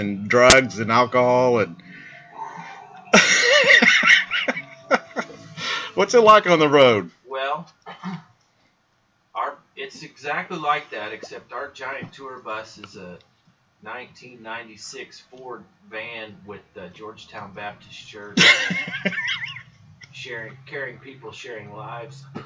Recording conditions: poor microphone